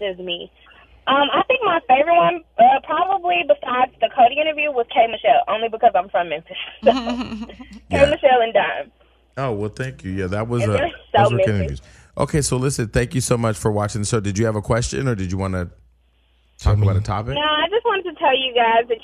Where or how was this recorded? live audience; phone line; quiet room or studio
phone line